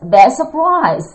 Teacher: Beth 的发音的结尾是跟 surprise 的第一个音标相同，因此这一个辅音词就不发出来了。那么 Beth 的尾音是 z，这一个读音又和 surprise 的第一个音词相似，因此 z 这个音也不发了